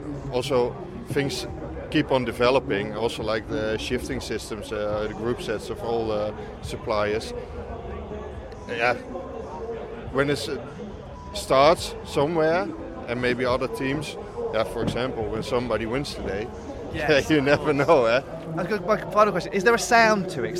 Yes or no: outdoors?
yes